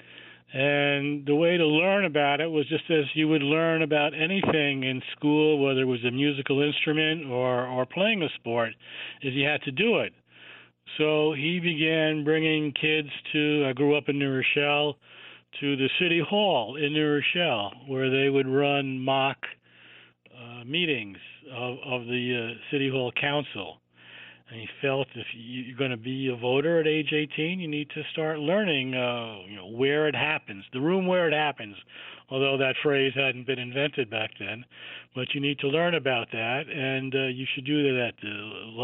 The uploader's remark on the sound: Takes callers on it.